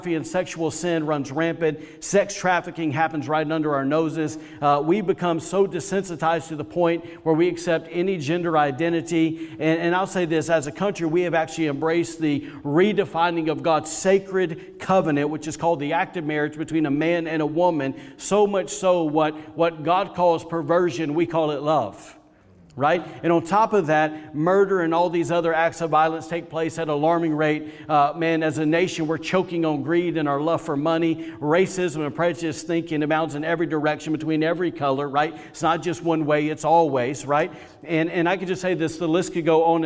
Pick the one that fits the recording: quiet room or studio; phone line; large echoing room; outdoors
large echoing room